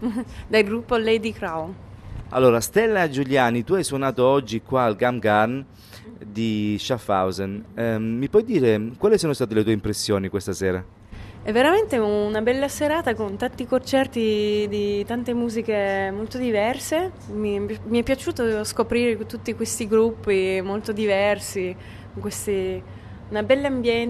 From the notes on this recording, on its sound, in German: Live vo de Strass. 11.02.2023 im Kammgarn, Schaffhausen.